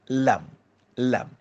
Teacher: Huruf lam kalau sebut, hujung lidah berada belakang gigi atas.